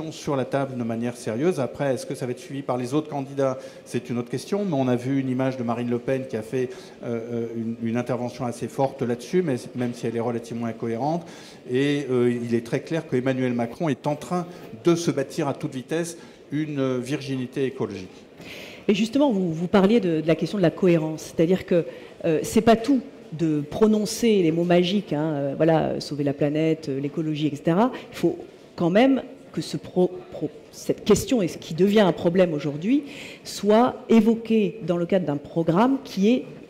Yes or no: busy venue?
yes